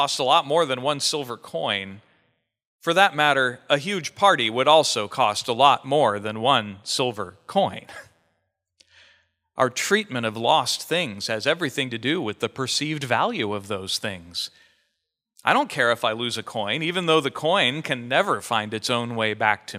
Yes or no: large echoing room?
yes